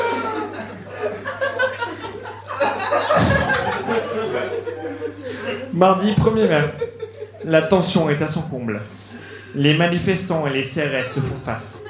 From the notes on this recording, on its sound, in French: Enregistré en direct et en public à la Soirée Froussin au One More.